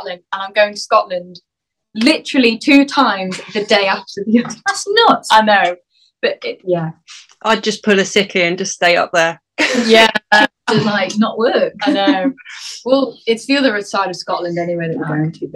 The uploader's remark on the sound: I sat down over Zoom